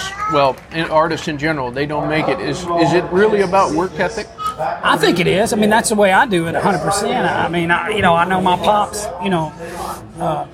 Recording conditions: background noise